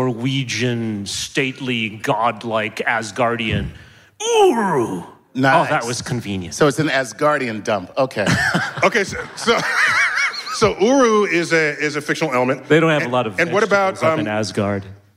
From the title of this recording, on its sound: StarTalk Live at NYCC 2019